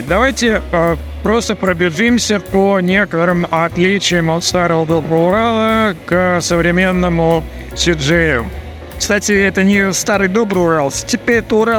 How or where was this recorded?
busy venue